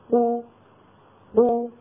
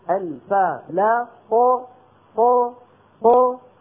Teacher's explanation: لا الفكين عم يبتعدوا عن بعض، ولا الشفتين تنضمان، ولا الفك السفلي ينزل، وإنما كل الذي يحدث أن طرفا مخرج القاف يبتعدان عن بعضهما · Shown in: second take · Term: قلقلة